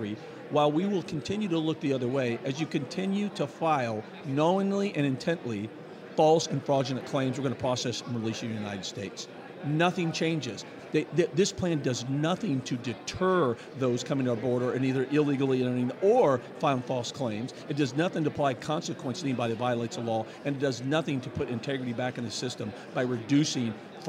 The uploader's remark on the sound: join the show from the Conservative Political Action Conference